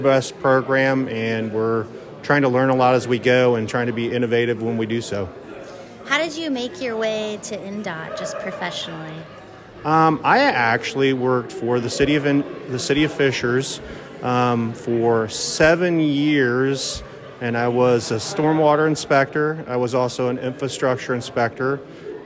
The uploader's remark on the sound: We catch up with incredible professionals at the annual Indiana Association of Floodplain and Stormwater Management (INAFSM) conference. In these quick and candid interviews.